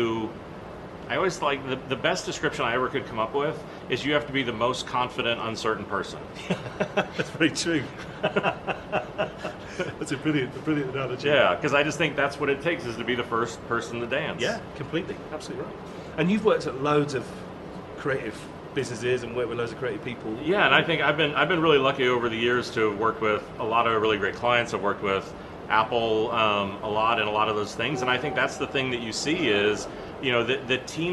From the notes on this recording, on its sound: Conference talk. At the 2016 Fifteen Seconds Festival.